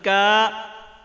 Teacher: کھڑے زبر کی مقدار ایک الف سے کم نہیں ہونی چاہیے